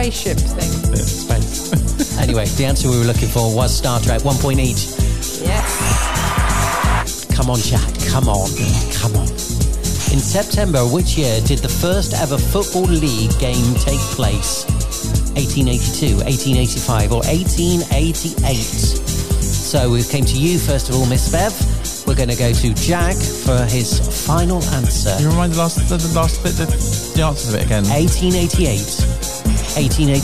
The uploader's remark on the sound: The Weekly Experience podcast is this week's podcast of community goodness recorded in Cantine.